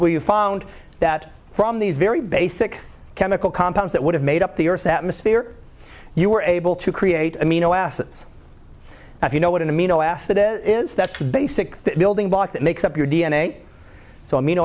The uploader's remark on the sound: Live Class Lecture